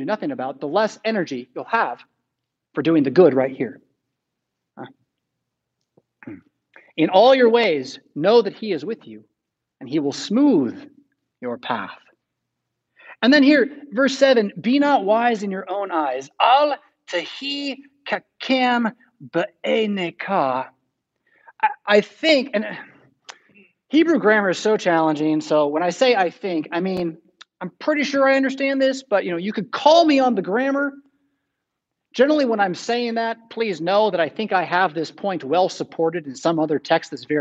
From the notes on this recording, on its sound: Preached at St Paul Lutheran Church, Rockford, Illinois on August 22, 2021.